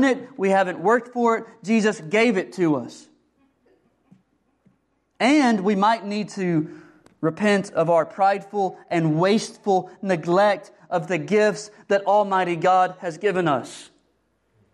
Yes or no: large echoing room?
yes